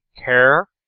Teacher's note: They're not a trill. They're kind of approximants, actually.